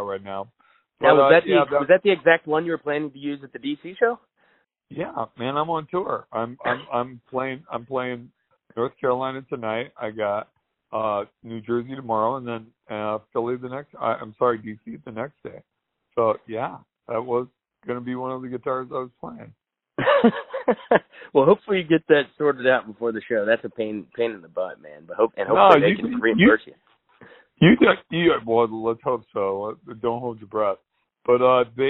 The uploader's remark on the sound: They spoke over the phone